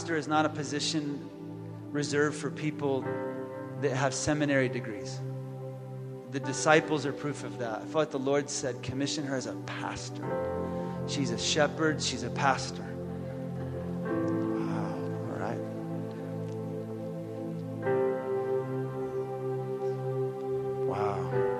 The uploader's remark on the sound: Resurgence Edmonton. Shares a message on the closing night of And Breathe Came:RSG Conference 2017.